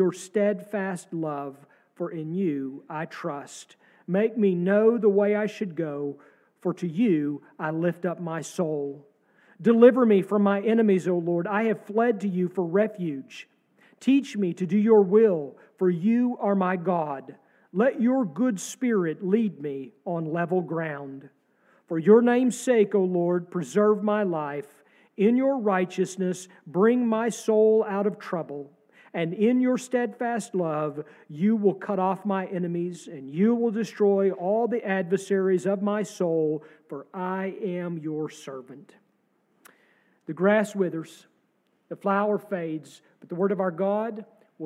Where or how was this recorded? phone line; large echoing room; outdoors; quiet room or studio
large echoing room